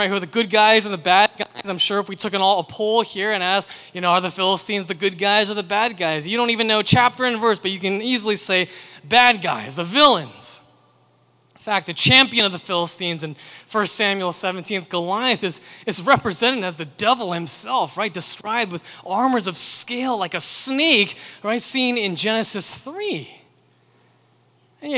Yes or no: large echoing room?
yes